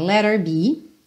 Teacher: Would not let her be, de novo aqui, let her, vamos suprimir esse H